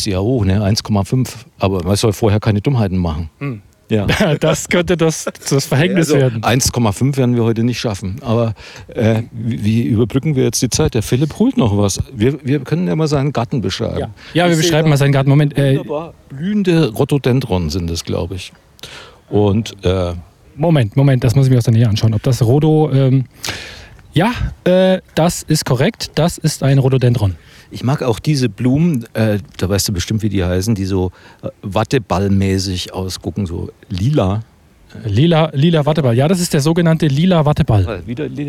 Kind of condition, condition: setting, outdoors